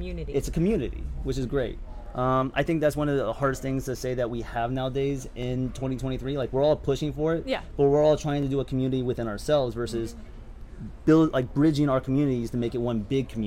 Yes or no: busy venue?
yes